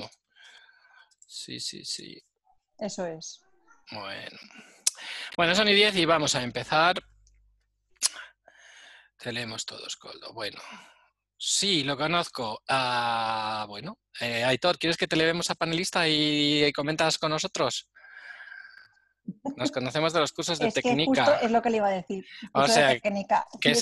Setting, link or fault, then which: link, video call